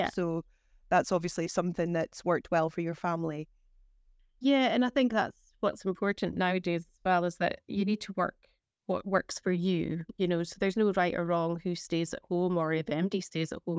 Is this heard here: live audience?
no